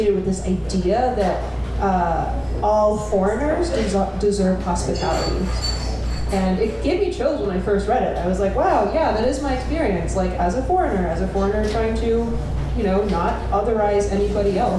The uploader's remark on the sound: Live at The Wonderland Ballroom. Washington, D.C.